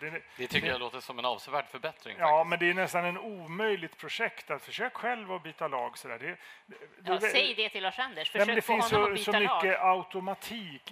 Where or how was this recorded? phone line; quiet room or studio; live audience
live audience